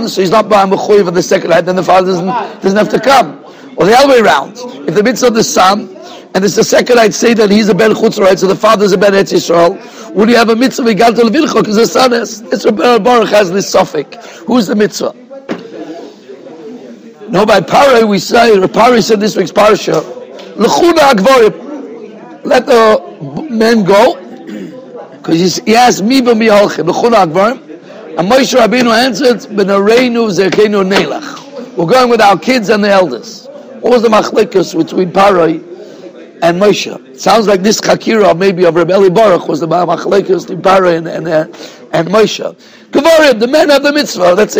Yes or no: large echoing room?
yes